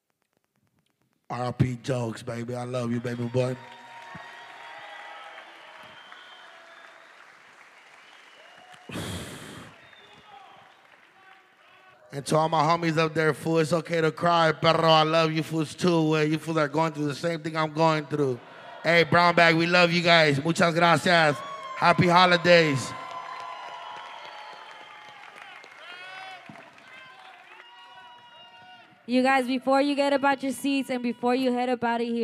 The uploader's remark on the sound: Live At The Wiltern